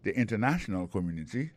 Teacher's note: Alors, accent tombé sous troisième syllabe là.